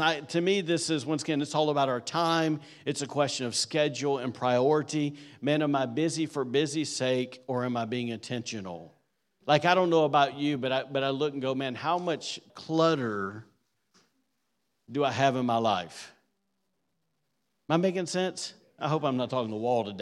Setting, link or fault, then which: setting, large echoing room